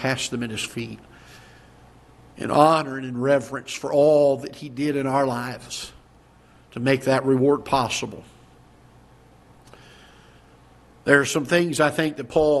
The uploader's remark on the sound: Ketha Heights Baptist Church ~ Live Broadcast